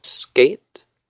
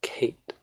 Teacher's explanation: the difference between skate, which is unaspirated K, and kate, which is an aspirated K